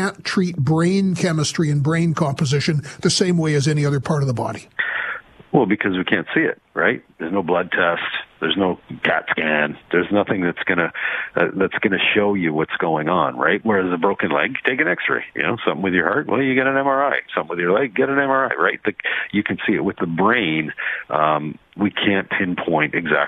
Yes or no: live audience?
no